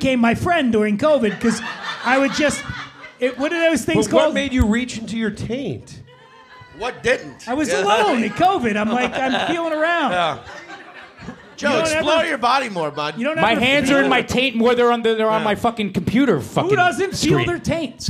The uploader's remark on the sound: We return to The Stand Comedy Club in Manhattan for a riotously funny live panel in front of a sold-out crowd.